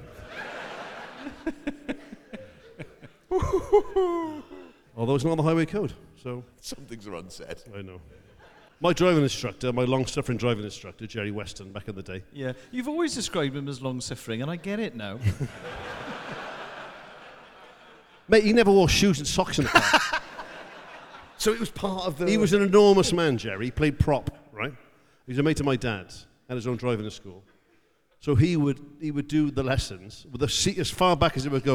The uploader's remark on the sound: THIS WEEK’S SHOW WAS RECORDED LIVE AT THE WILLIAM ASTON HALL, WREXHAM ON SUNDAY NOVEMBER 5th 2023